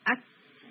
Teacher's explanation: ایک اسٹرانگ ہٹ کی ساؤنڈ آئے گی اور اسٹرانگ ہٹ کی ساؤنڈ کے بعد آپ کیا کریں گے، منی بریک دیں گے، بالکل تھوڑا سا پاز ہوگا اور پھر آپ نے ہمز کی ساؤنڈ دینی ہے